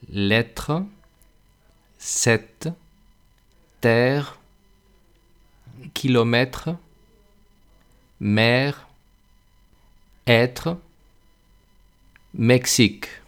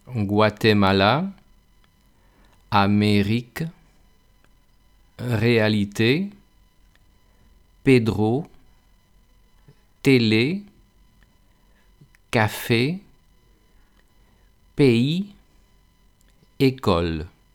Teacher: La E abierta se acerca un poco a la A, E. Y la E cerrada se acerca un poco a la I · Shown in: second take · Existe una E abierta y una E cerrada. La E abierta se acerca un poco a la A